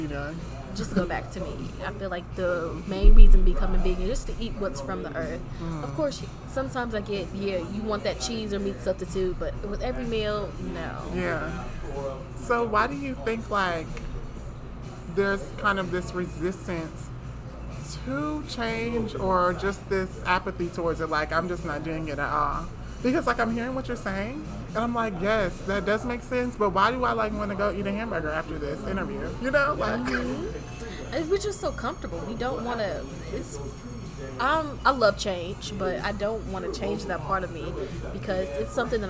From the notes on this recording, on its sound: talking over the occasional sounds of airplanes and background noise at Starbucks